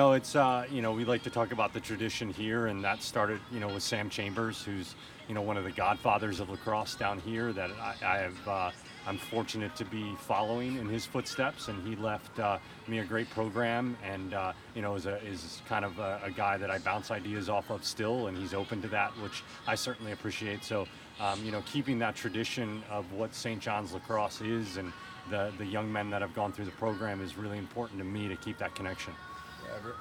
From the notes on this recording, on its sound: conducting the interview on Caven Field and the soundtrack from the girls field hockey practice